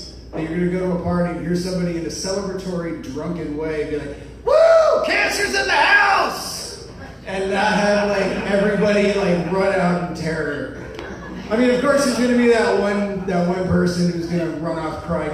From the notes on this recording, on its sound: Here's some raw stand up material from 2 years ago that I performed in front of a very small but exceptionally gracious audience at the Bos Meadery at 849 E. Washington Ave here in Madison.